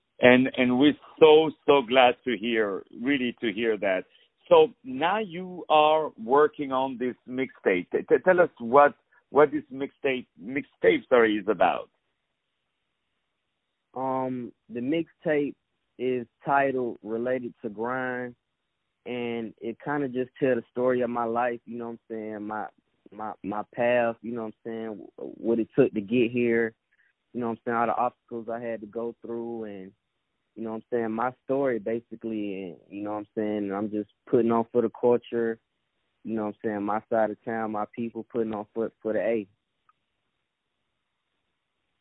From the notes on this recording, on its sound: On the phone